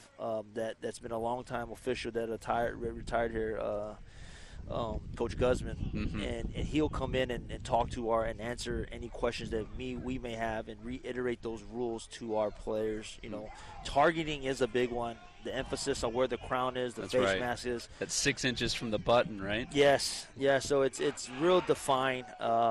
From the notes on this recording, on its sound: ESPN Honolulu. Live on location at the UH Football Fall practice.